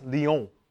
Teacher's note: That's why it's Lyon, because the French don't pronounce all the consonants, right? They leave the last ones off.